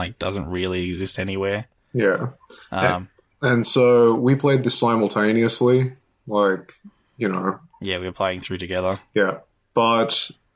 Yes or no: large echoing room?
no